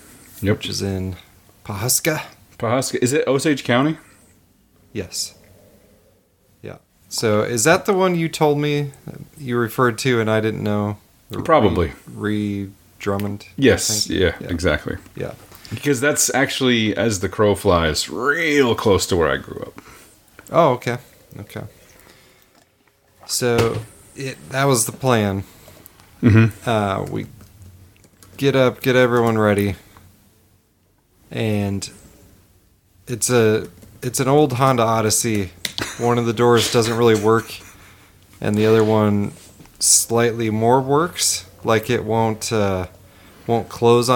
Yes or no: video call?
no